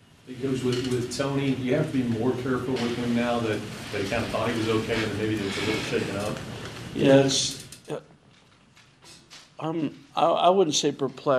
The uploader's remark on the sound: Press Conferences & Post-Game Interviews